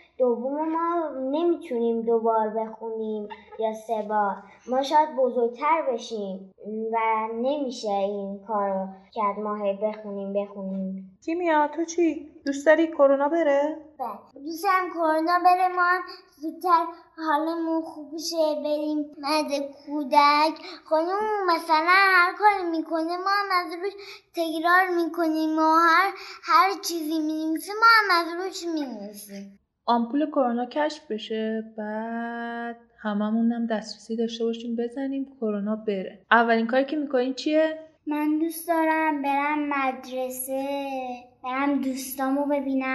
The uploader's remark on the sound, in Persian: اما یه معذرت خواهی بابت کیفیت صدا و نویزها. از شیطنت و تکون تکون خوردن بچهها تا تلاش ما برای اینکه توی محیط آشنا برای کودکان، پادکست رو ضبط کنیم که به حس و حال واقعیشون نزدیک تر باشه همه و همه دست به دست هم داده و باعث شده یه جاهایی کیفیت صدا نامناسب باشه.